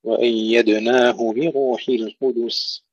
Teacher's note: يحقق كسر الباء بين الضمتين، ضمة الهاء وضمة الراء